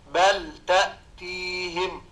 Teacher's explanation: نجد أن حرف التاء وقع بعد لام بل فوجب إظهار اللام · Term: الإظهار